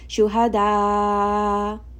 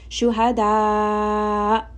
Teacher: apply a little bit of nabr, meaning the voice is going to be raised a little · Shown in: second take